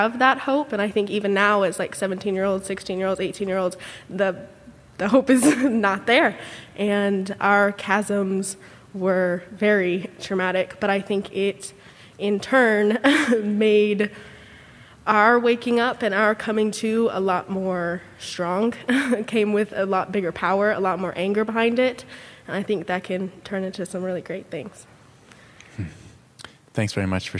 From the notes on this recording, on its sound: In front of an audience of students at Grant High School in Portland in February 2022.